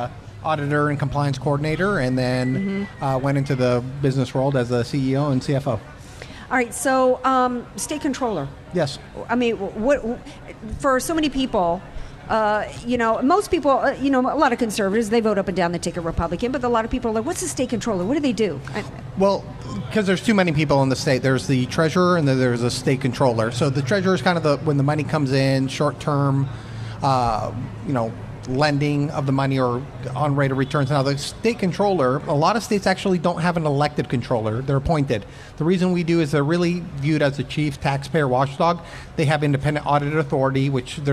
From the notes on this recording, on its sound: Live from Yes on Prop 6 Rally at Valero Gas Station in Chula Vista!